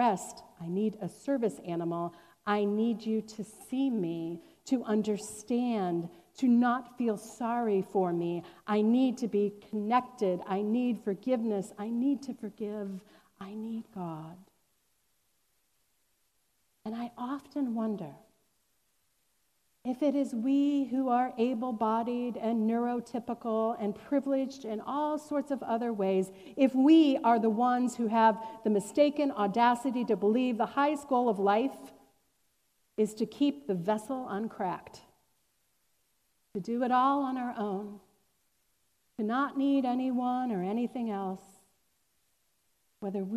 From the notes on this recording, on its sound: Recorded on July 25, 2021, at Fairmount Presbyterian Church in Cleveland Heights, Ohio.